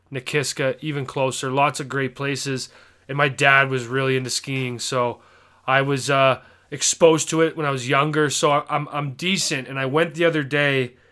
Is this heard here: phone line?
no